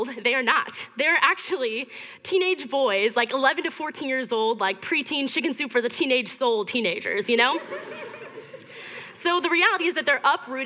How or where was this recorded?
live audience